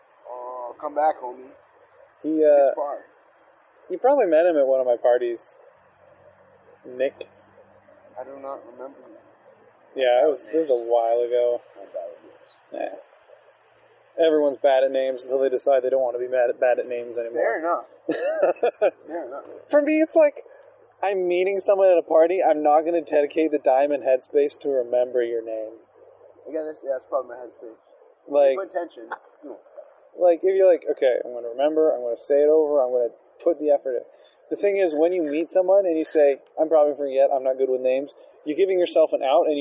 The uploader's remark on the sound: This episode was also filmed outdoors so the audio quality isn't great after I did some cleaning up.